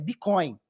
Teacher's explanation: Porque quando eu vejo, eu já vi várias palestras e vários vídeos de americanos falando Bitcoin, eles não falam o T, é Bitcoin. Você não consegue nem ouvir o T, é Bitcoin.